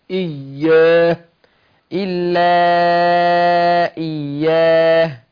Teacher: حقق الهمزة المكسورة وشدت الياء